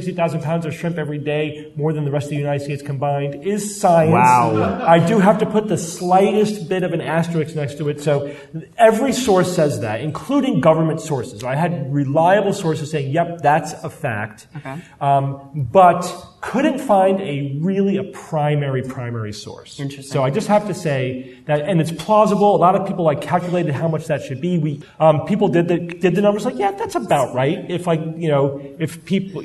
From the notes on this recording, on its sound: Live from CSICon 2017